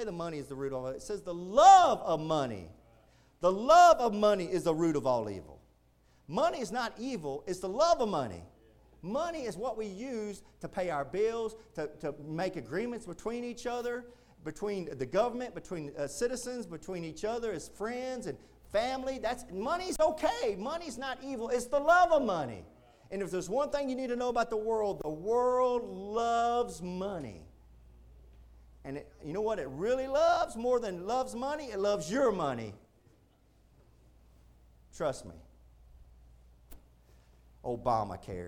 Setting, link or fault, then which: setting, large echoing room